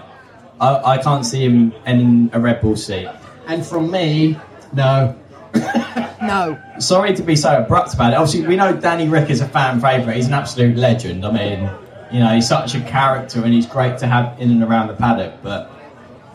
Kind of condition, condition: setting, live audience